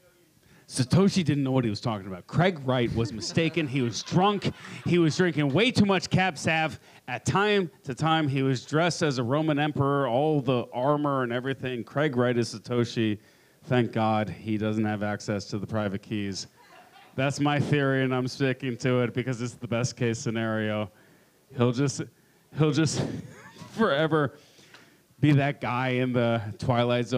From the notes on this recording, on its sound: Live from Pubkey NYC!